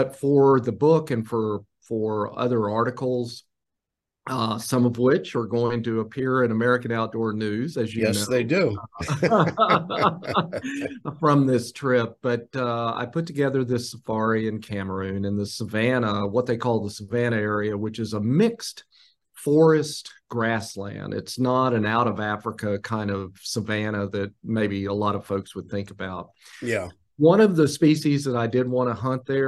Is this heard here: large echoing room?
no